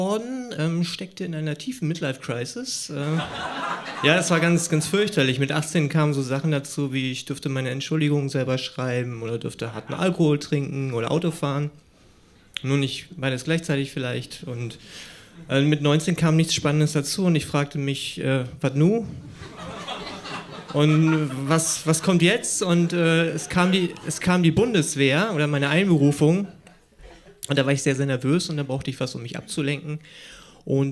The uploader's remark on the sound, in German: Auswahl der Beiträge von der „texte von gestern“-Liveshow am 03.02.2019 im Monarch, Berlin. Heißen Dank an den Monarch, unser tolles Publikum.